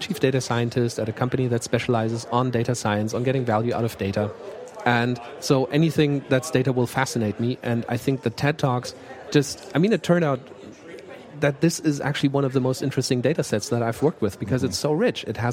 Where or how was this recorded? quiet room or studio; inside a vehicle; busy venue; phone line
busy venue